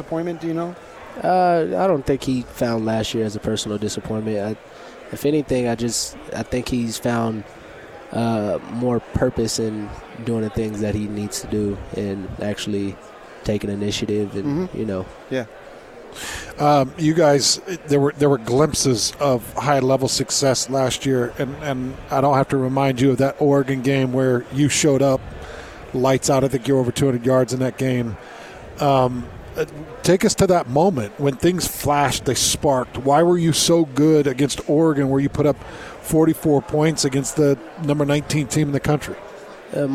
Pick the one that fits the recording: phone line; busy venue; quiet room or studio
busy venue